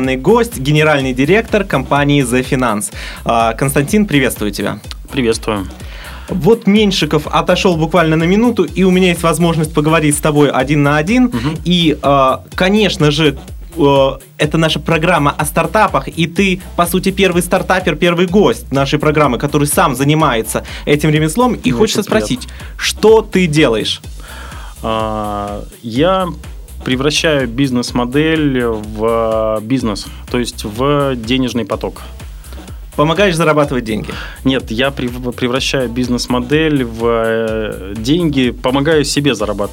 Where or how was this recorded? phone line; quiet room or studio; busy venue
quiet room or studio